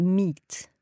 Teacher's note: meat is where the vowel becomes longer and you've just got the one T